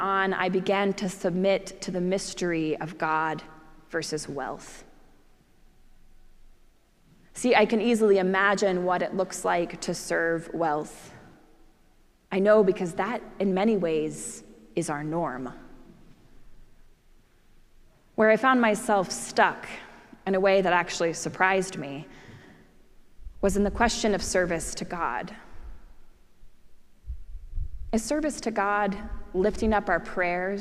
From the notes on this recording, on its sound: preached at our celebration of the Holy Eucharist on the Fifteenth Sunday after Pentecost.